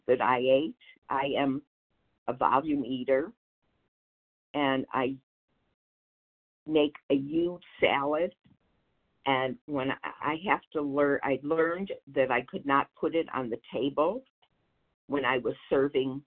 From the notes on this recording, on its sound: 100 Pounders Phone Meeting, 4/30/23